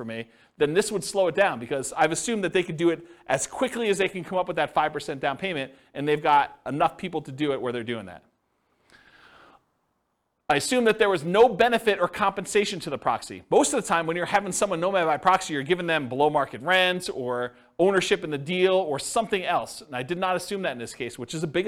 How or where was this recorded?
live audience